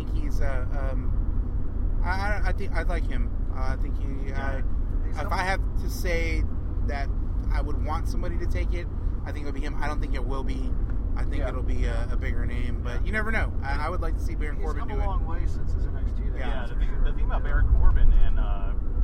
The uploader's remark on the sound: Torn Quadcast Road Trip. We recorded it on our way to San Antonio for Evolve 77 and NXT Takeover: San Antonio, so mind the background noise.